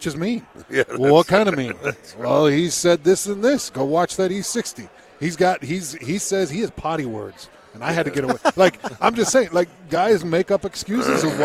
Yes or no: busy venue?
yes